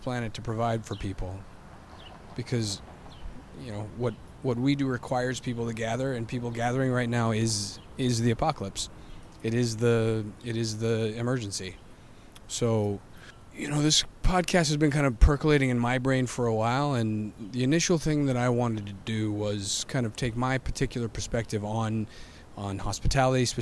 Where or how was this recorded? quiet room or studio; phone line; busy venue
busy venue